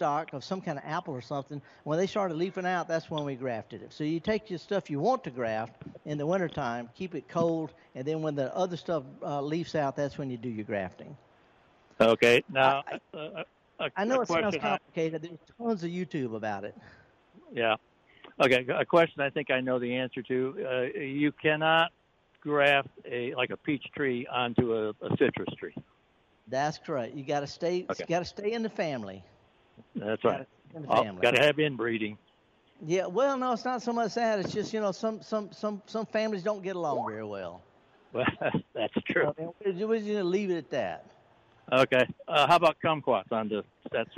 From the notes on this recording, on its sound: Returns to the Mississippi Arts and Entertainment Experience in Meridian for a live broadcast from the courtyard. Always happy to step outside the studio and be among the people. With another great event at The Max.